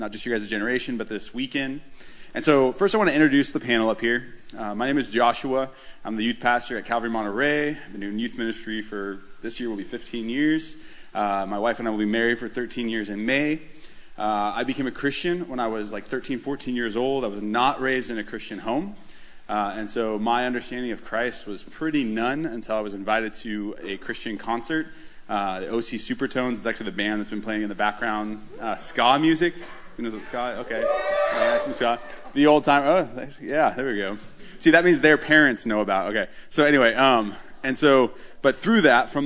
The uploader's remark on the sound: This recording is of our Question and Answer panel we had at the camp with several pastors and leaders from the different churches.